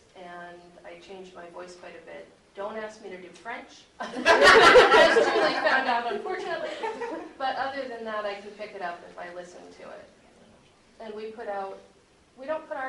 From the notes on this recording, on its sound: The rest is the panel “Tell Your Story through Audio Drama” that was held at Geek Girl Con, here in Seattle Wa.